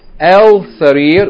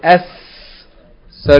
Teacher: That's a sun letter, and the sun letters, when you pronounce a word that begins with a sun letter, al-huruf al-shamsiyah, when you pronounce a word that begins with them with alif lam, instead of pronouncing the lam, you pronounce the sun letter twice · Shown in: second take